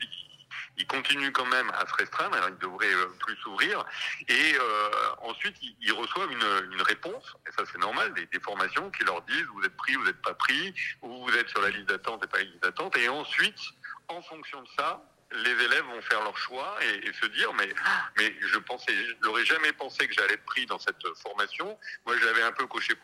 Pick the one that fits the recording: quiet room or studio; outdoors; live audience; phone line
phone line